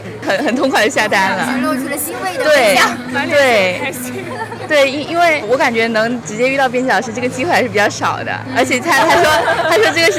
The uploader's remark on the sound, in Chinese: 大雨里的图书市集。本期节目是活字电波与 2023 北京图书市集·秋季场共同发起的一期节目。以“串摊儿”的方式，在现场随机采访了多家出版品牌练摊儿的编辑，及路过的读者和听友。制作了这期现场感满格的节目，百分百记录了本届图书市集的现场氛围。